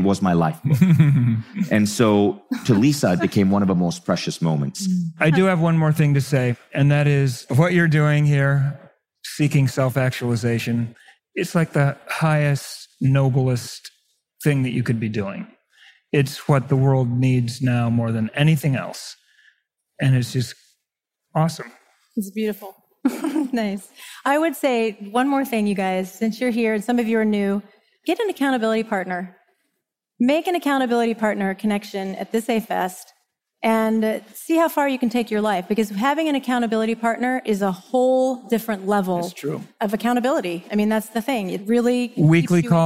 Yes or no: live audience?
yes